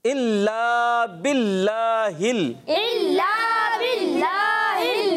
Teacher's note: इल्ला को खींचना है एक अलिफ